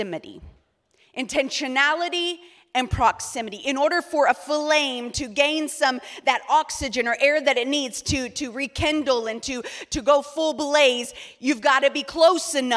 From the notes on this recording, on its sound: EQUIP Conference 2023 – Main Session 4.